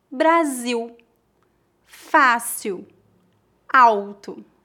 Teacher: Em final de palavras ou diante de consoantes, o L é pronunciado como U.